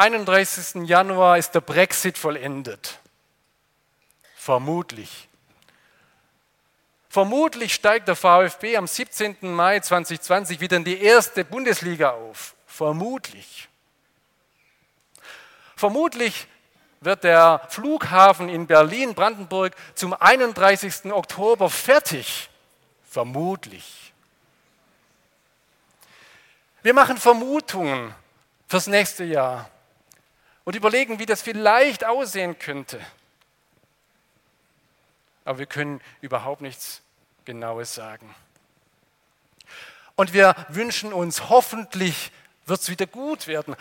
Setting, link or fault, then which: setting, large echoing room